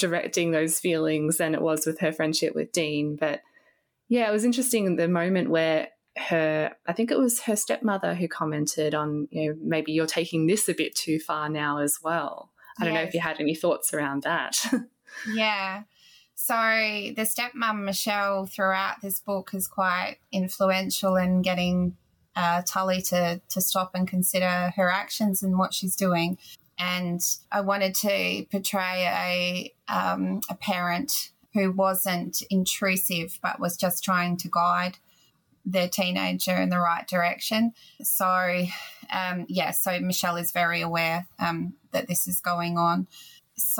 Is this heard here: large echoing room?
no